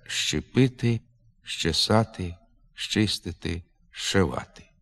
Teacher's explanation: Префікс і прийменник «з» перед глухими шиплячими «ч-ч» уподібнюється їм і переходить у вимові у приголосний «ш». Наприклад, пишеться «зчепити», «зчесати», «зчистити», «зшивати», а вимовляється «щепити», «щесати», «щистити», «шивати».